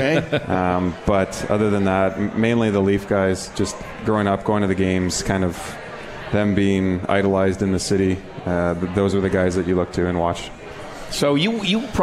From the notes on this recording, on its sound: live from The 72 Tavern